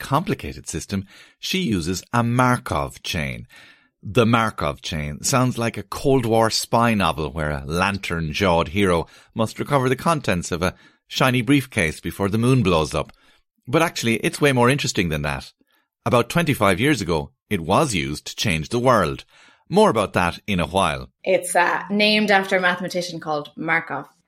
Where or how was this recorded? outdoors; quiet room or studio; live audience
quiet room or studio